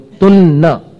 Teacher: तू के ऊपर जो अनुस्वार है उसका उच्चारण कैसा आया? न जैसा, क्योंकि आगे न है।